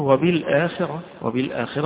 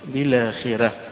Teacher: الوجه الثاني في ذلك أو القراءة الأخرى في ذلك قراءة الجمهور وبالآخرة وبالآخرة، والراء مفخمة عند الجمهور، لكن عند الأزرق عن ورش حيقرأها مرققة